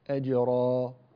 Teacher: يا قوم لا أسألكم عليه أجرا، شوف هنا تنتهي بفتح الوترين، أجرا هذه الألف حركتين، تقول أجرا، هنا كأنك أطبقت الوترين فصدر مثل صوت الهمزة، فلا تختم حرف المد بهمزة، وإنما ابقه مفتوحا، ابقي المخرج مفتوحا، أجرا وليس أجرا.